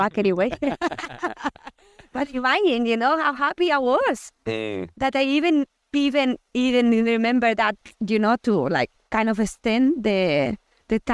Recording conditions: outdoors